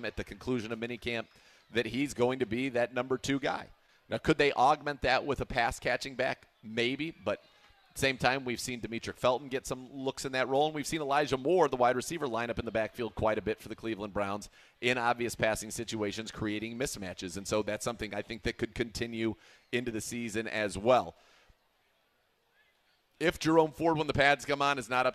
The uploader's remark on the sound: live from the ESPN Cleveland Block Party (beginning at 47:34)